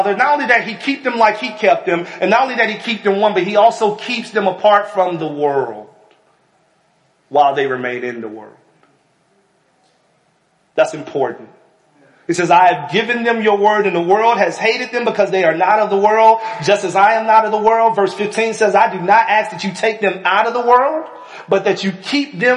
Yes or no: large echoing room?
yes